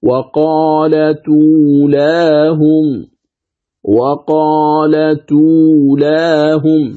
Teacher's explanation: نعم، لاحظ التاء في قالت ساكنة وبعدها همزة مضمومة أو، فتصير التاء مضمومة والهمزة تحذف بعد نقل حركتها إلى التاء · Term: النقل